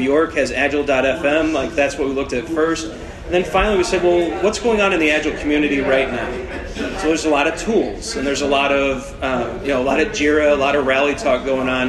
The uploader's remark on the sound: The Agile Coaching Summit 2017. This episode is the recording of an open space sessions that I hosted. We had lots of great questions from the group that joined us.